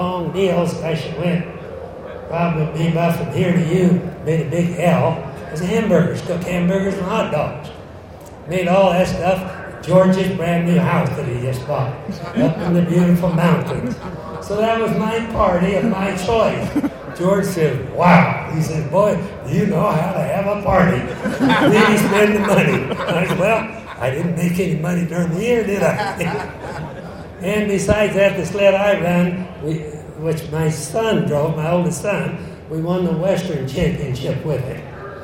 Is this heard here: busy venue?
yes